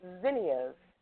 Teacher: The next letter, Z, is a voiced consonant. Place hand on throat to feel a slight vibration when you make the Z sound